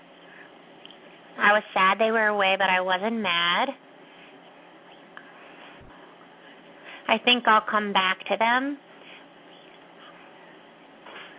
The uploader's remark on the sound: open up the lines for listeners to call